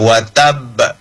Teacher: Kata wa tab itu di ra'sul ayah. Dan dia akhir hurufnya adalah ba ditambah dengan tasdid. Maka pantulannya itu lebih. · Term: qalqalah kubra